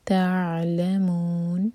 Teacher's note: عین پر تھوڑا سا ٹائم دیں گے تاکہ جھٹکا نہ ہو، اور پھر لام پر تھوڑا سا زور دیا جائے گا، سکون کے بعد لام ہے.